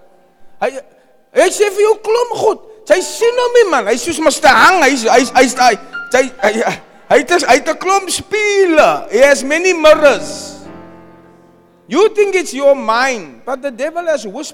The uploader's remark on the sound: Preached at Zion Sanctuary, Cape Town on 19 November 2023